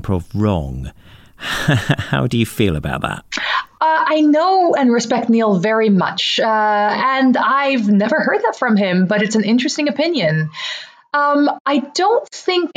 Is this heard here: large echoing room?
no